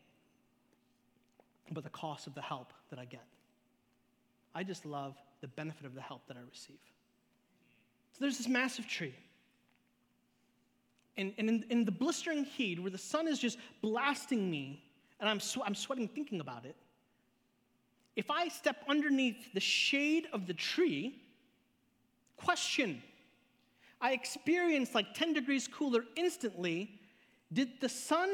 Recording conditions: large echoing room